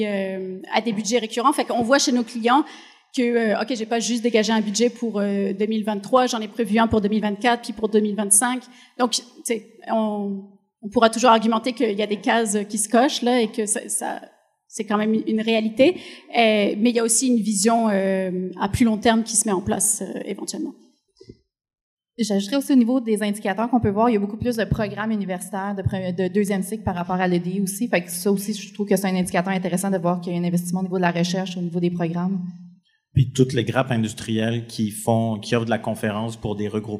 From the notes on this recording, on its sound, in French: Live devant public. Enregistré en «live» devant public de notre évènement de la semaine dernière à Québec.